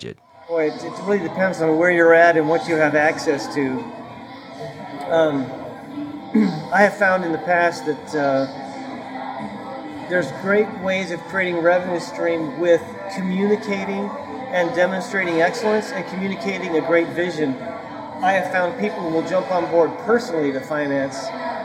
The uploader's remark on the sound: This podcast was recorded over a lunch with two other Worship Pastors.